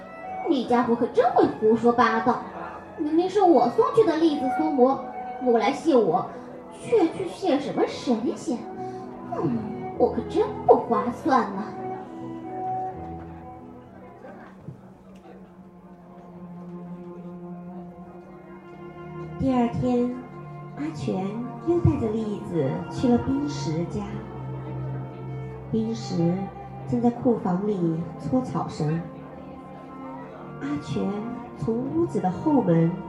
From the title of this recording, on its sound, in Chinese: 12月27日周庄活动现场